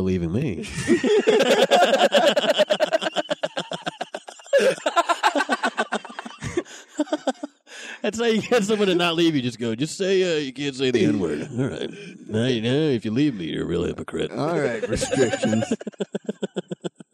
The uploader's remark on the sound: hung out after a show and did a pod in my car.